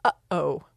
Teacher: So there's the glottal stop, and it's in the middle of uh-oh